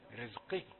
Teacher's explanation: القاف جاءت في الدرجة الخامسة من التفخيم